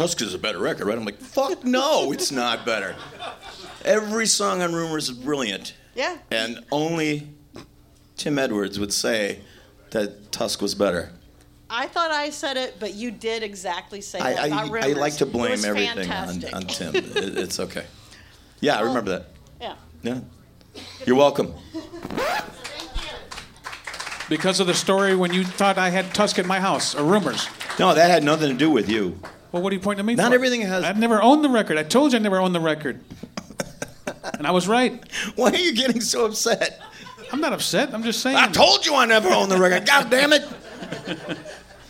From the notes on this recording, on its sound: We decided to dip our toe into the whole LIVE podcast thing. Recorded live at the Gman Tavern in Chicago, IL. Some one-man acoustic jams.